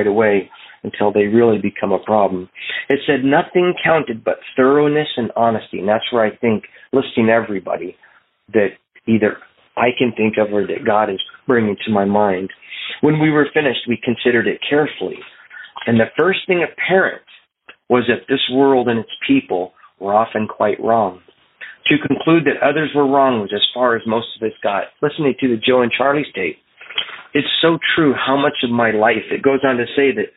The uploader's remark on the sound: Phone Meeting Workshop